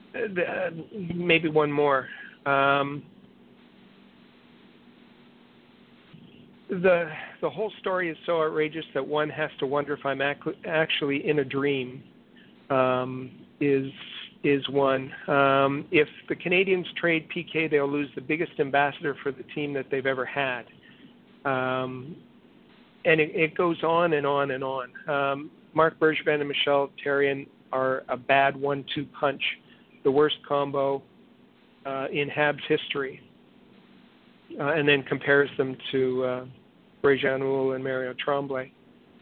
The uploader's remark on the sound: we take your phone calls